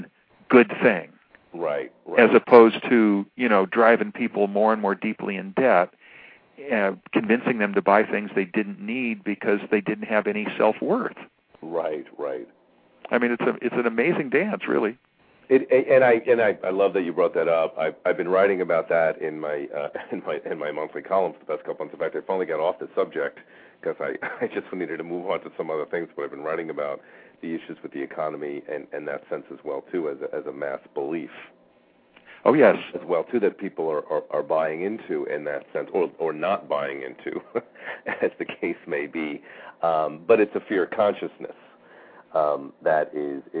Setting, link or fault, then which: link, phone line